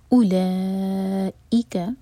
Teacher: چار حرکہ لمبا مد متصل اس کے بعد حمزہ کا کٹ آف ساؤنڈ کلیئر پڑھیں گے